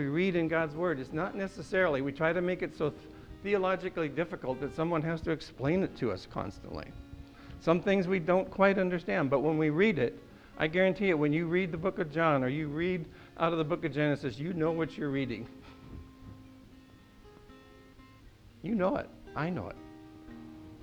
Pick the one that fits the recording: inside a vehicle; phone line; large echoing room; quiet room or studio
large echoing room